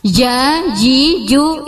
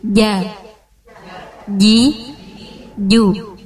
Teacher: Ah, kalau ja tidak boleh becek. Jimi, ji, tidak boleh ada nafasnya. · Shown in: second take